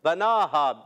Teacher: बना हा बा पर जबर है, नून पर खड़ा जबर, बा को नहीं खींचना, नून पर खड़ा जबर एक अलिफ खींचेंगे